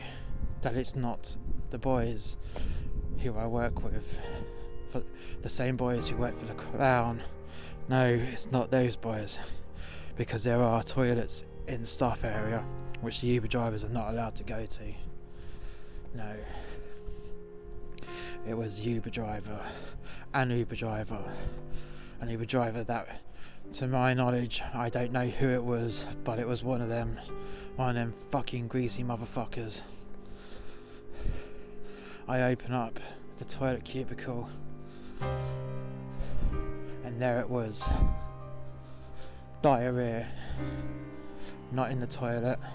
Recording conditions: outdoors